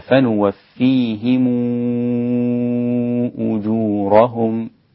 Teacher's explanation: ورش يضم ميم الجمع إذا جاء بعدها همزة، وأشبع المد، أشبع المد يعني ست حركات